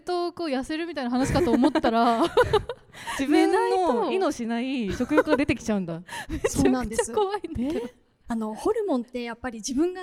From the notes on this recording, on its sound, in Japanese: 公開収録スペシャル。In資生堂S/PARK。初の公開収録イベントの音源を公開！